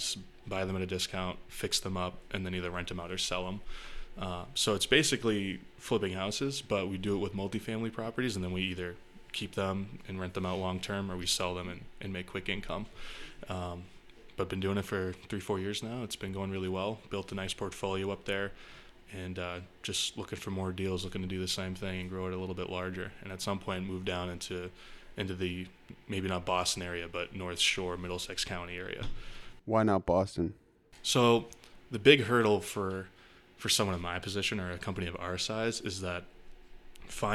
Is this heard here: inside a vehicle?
no